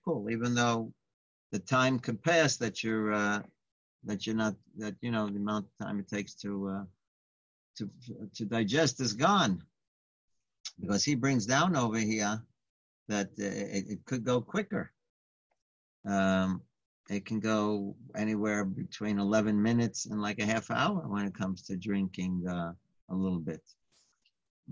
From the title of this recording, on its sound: Live On Zoom